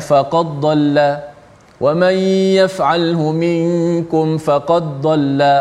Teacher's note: ramai yang tenggelamkan huruf dal ke dalam huruf dad uh, sebab mungkinlah kerana huruf dad tu huruf yang kuat huruf · Term: idgham